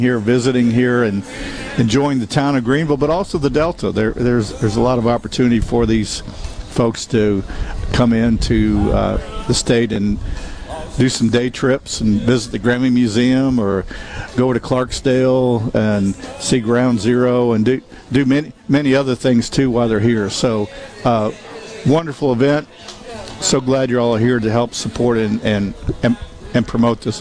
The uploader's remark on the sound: LIVE from The Delta Soul Golf Tournament in Greenville